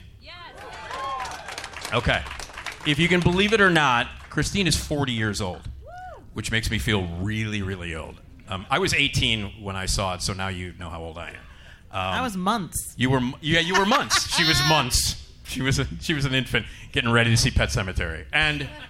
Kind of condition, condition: setting, live audience